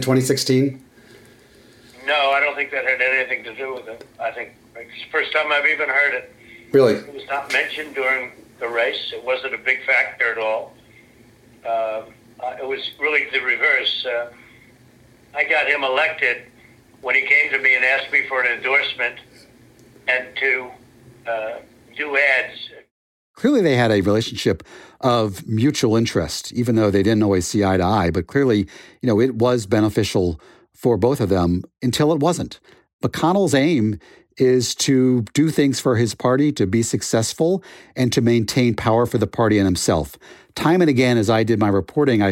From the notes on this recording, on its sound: recorded telephone interviews